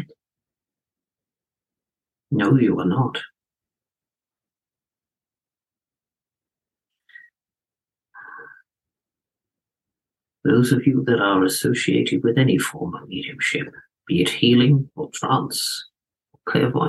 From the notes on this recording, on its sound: I have taken the audio from two of my private group Zoom events